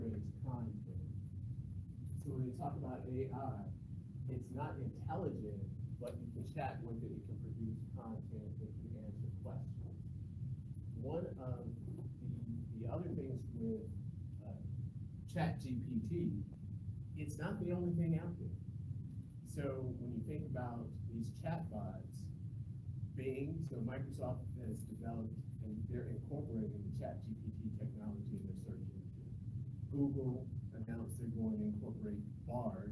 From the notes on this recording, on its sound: present at the South Carolina Association of Accounting Educators (SCAAE) Conference